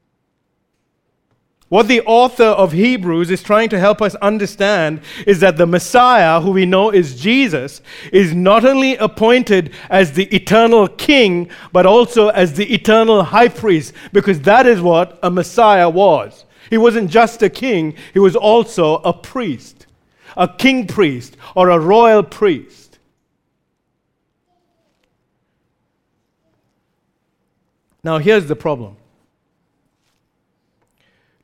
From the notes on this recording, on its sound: recorded live at Grace Community Bible Church